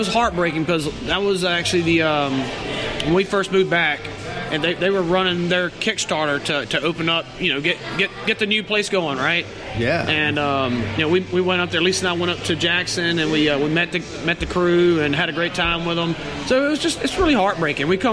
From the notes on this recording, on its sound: at Roux 61 Restaurant in Baton Rouge, Louisiana on the night of their launch party